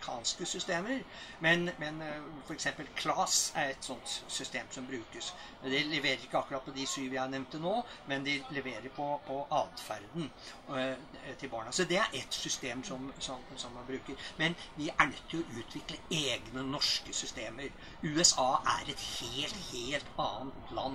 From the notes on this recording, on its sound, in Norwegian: Tatt opp under Arendalsuka.